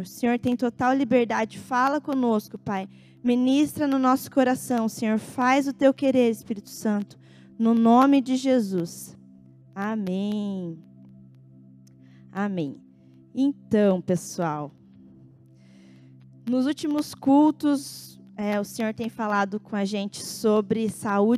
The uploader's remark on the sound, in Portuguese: Em nosso Culto de Noite de Glória. Dia 29/10/2021 na Igreja ABA Curitiba (Transmitido ao vivo).